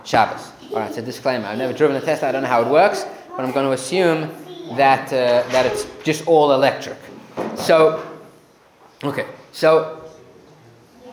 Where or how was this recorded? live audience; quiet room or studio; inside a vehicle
live audience